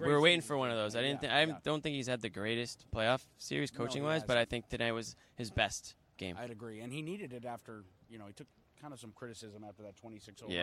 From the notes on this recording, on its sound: Full Report from TD Garden, Player/Coach Interviews